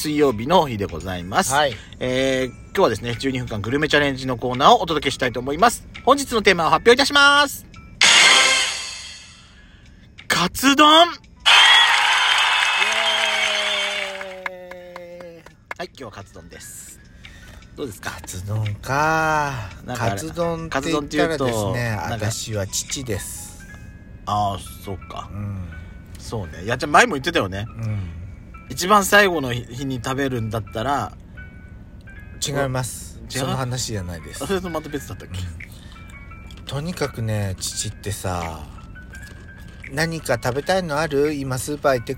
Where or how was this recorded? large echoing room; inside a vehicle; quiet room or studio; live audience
inside a vehicle